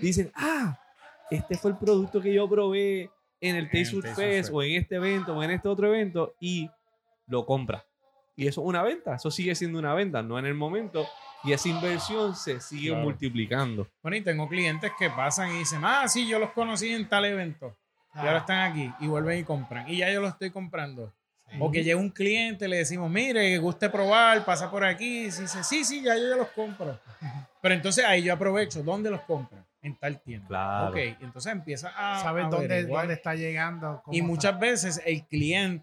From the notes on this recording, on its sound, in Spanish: Grabamos este episodio especial desde el Taste Food Fest